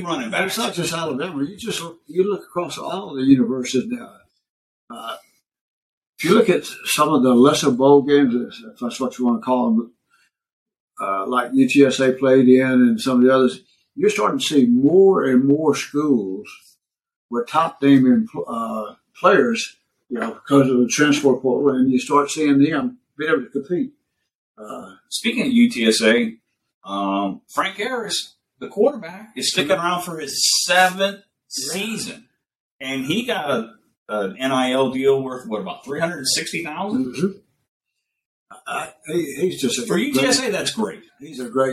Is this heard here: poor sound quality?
yes